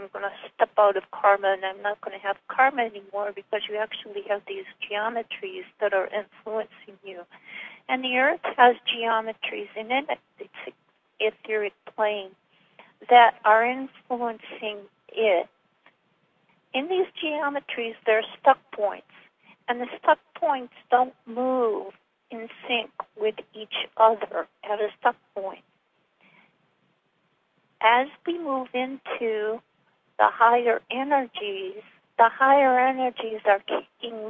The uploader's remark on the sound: Conference Call LIVE, April 4, 2022